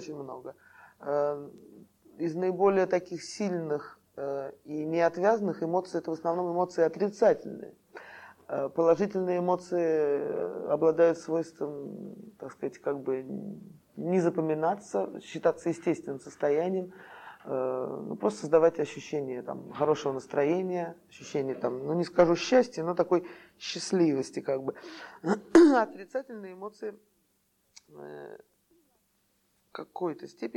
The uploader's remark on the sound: Delivered at the University of Kansas. As part of the Russian Writers in Residence program.